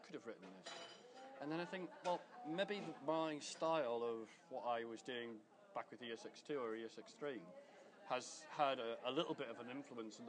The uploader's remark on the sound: recorded at the Melbourne VMUG